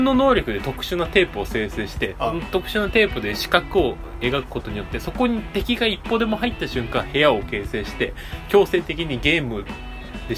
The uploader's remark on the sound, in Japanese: 録音機材：iPhone7。